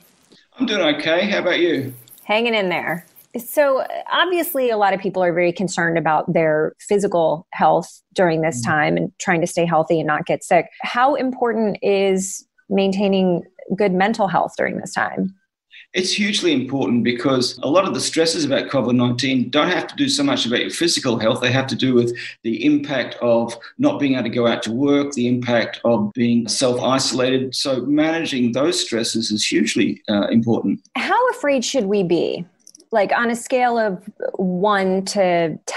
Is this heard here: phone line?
no